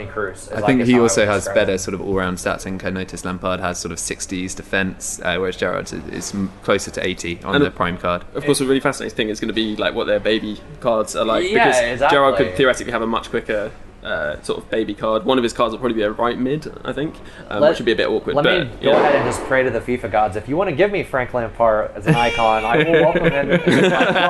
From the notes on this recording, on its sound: Live from the eWorld Cup finals